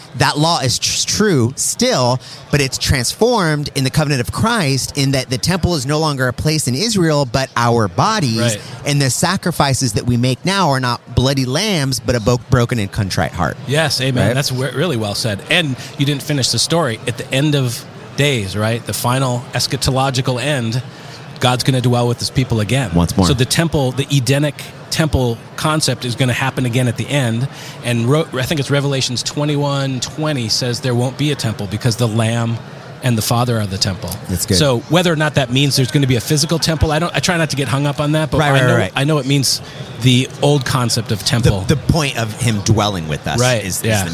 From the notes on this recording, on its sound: in an interview at the NRB conference